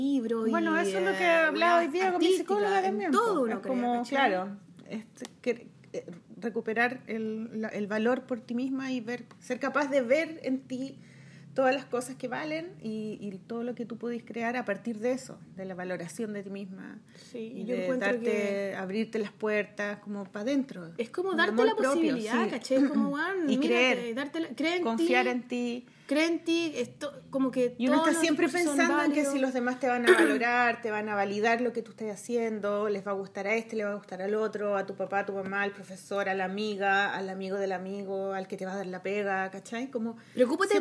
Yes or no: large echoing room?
no